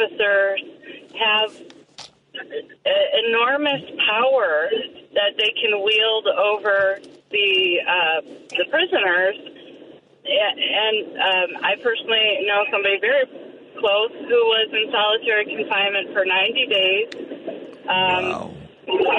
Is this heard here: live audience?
no